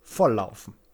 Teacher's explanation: Das F und das L in Schifffahrt und Volllaufen wird jeweils nur einmal gesprochen. Das ist die Angleichung der Artikulationsart.